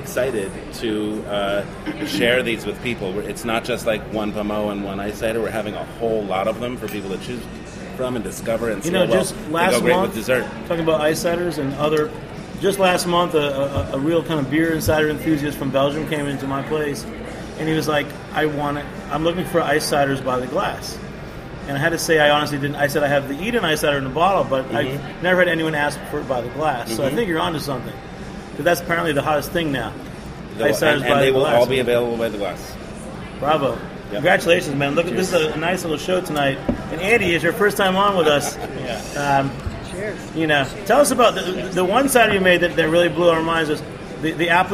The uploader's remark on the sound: at the Spring 2015 Edible Magazine's "Good Cider" event in Manhattan